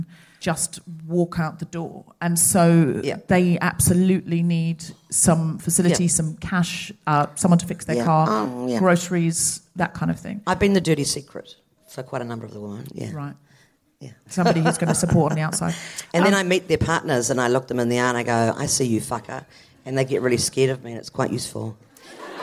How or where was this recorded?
live audience